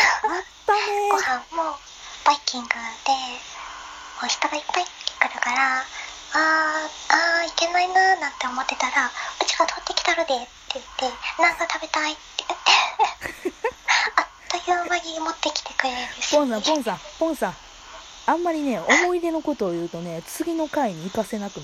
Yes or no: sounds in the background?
yes